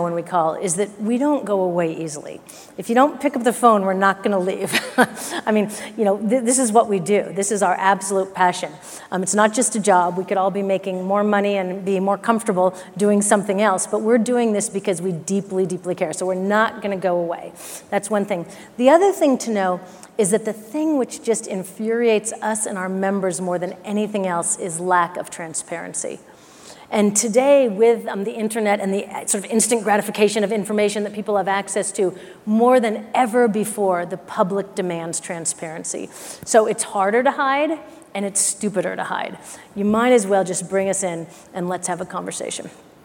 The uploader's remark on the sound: The best of live interviews from GreenBiz events.